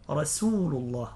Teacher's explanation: محمد رسول الله، رسول يعني لا بد من التنبيه على السين في رسول لئلا تخرج صاد، رسول الله مرققة، السين مستفلة مرققة